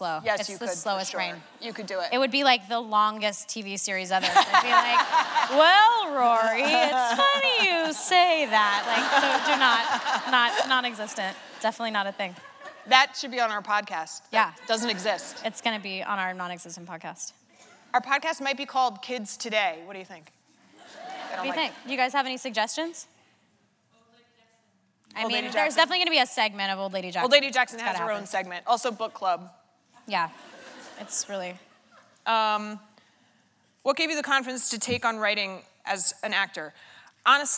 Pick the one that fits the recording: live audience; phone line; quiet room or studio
live audience